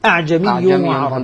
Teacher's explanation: قرأ هشام بإسقاط همزتها الأولى وتحقيق الثانية · Term: بهمزة واحدة